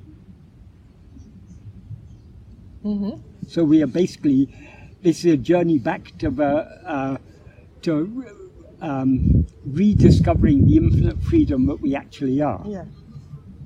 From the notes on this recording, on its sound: Filmed in Hyde Park, London. The impromptu discussion was recorded on an iPad without the use of external microphones, so this affected the audio quality.